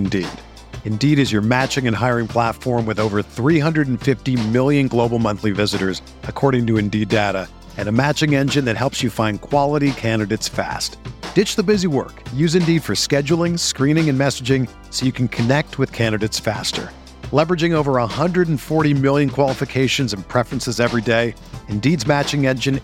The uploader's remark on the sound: Summer League Report Live from Las Vegas. Report live from Las Vegas Summer League.